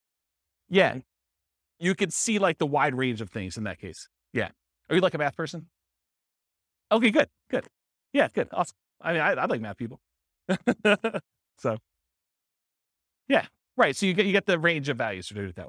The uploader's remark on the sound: This was a live class recorded